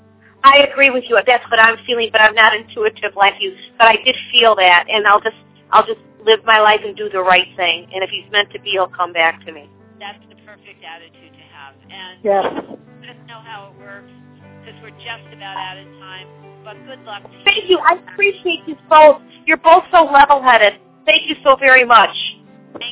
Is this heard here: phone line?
yes